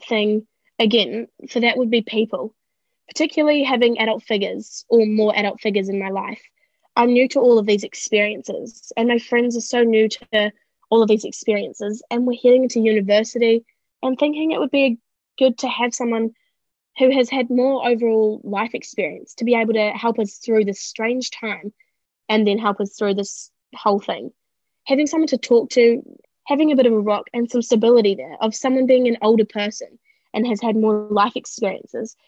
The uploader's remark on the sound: This recording was made over Zoom during the Covid-19 Delta lockdown in August 2021.